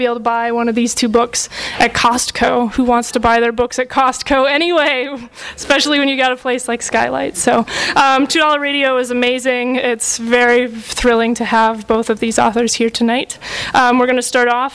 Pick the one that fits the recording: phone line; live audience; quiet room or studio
live audience